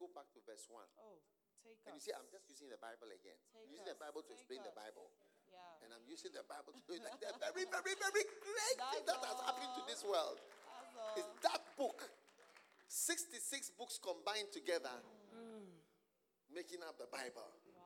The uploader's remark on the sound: Preached at the Use It or Lose It Camp, USA.